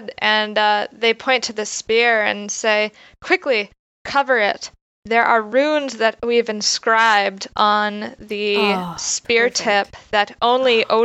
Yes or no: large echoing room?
no